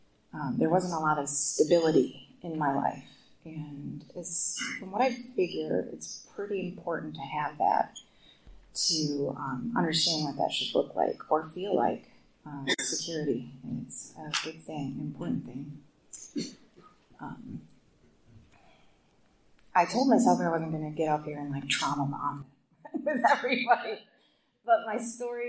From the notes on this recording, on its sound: this meeting is from the Mason Saturday Night Storytellers recorded only a few days ago (Jan 2024)